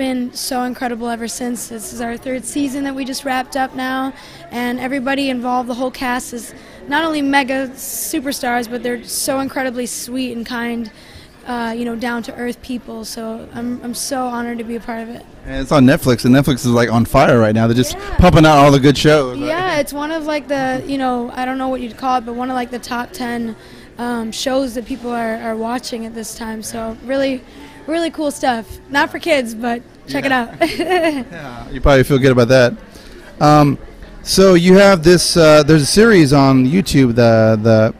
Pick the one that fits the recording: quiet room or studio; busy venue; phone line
busy venue